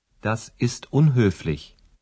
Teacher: O H, que em português não se pronuncia, é aspirado em alemão. · Term: H aspirado